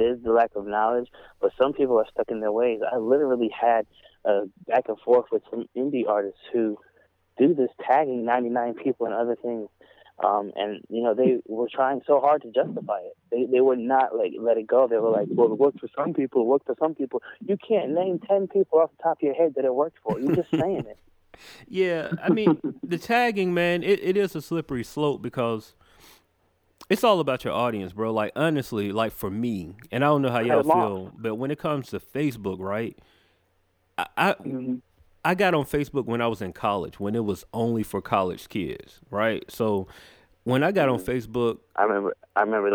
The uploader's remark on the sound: we decided to open the lines conference call style for artist to ask questions at will